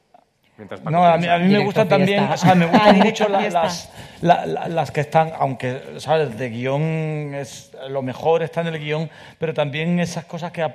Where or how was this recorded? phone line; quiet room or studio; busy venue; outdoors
busy venue